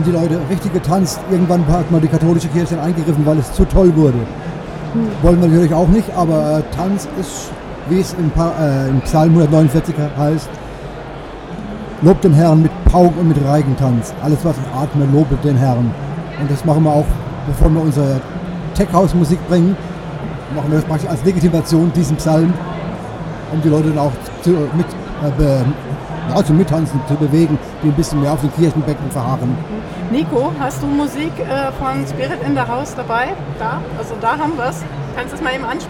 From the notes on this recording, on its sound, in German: live vom evangelischen Kirchentag 2017